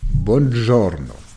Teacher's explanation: das G von Buongiorno wird wie ein J ausgesprochen, vor einem hellen Vokal, vor einem I oder einem E, J, ansonsten wie ein G.